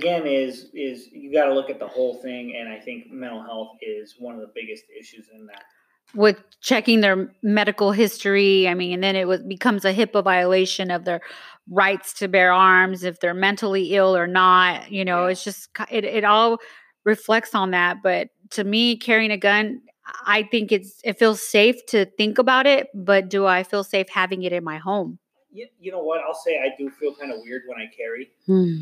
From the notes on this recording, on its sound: Please excuse or technical difficulties during the recording of this episode as we were trying out new Mics. Testing out the Mics for us.